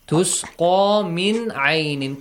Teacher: Clearly produce the sound of nun sakin. No change, no merge · Term: Idhar